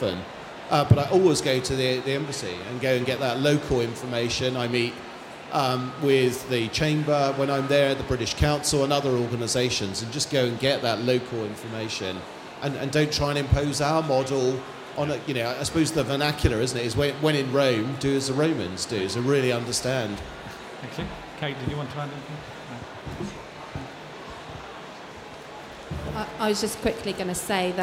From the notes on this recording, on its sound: Expo East 2018 discussion panel